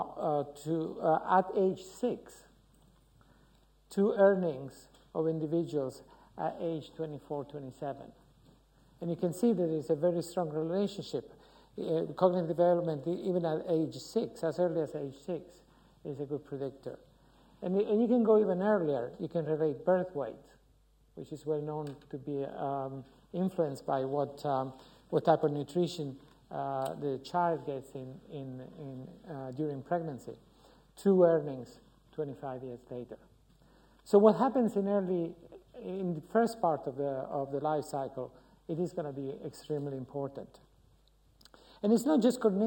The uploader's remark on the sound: UCL Lunch Hour Lecture